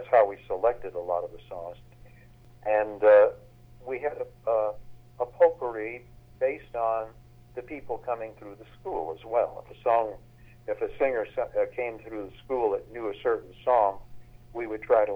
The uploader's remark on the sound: At Circle Pines Center in Delton, MI, circa 1955. Phone interviews. In the Resource Center of the Old Town School of Folk Music.